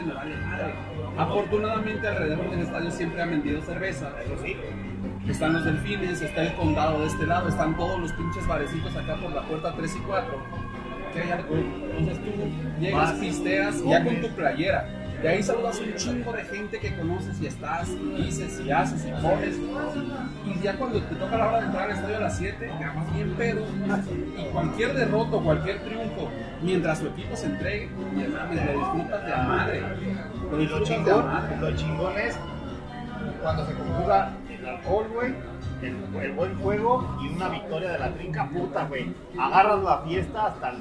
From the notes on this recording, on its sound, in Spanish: Grabado en Alas Brasas Irapuato, el mejor bar de alitas de la ciudad.